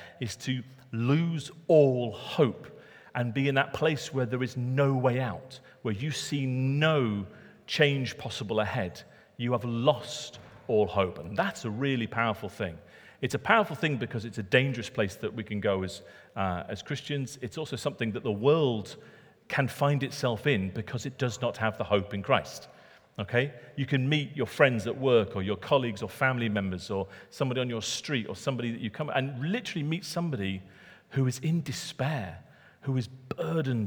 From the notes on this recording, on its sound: Recorded at Middlesbrough Community Church.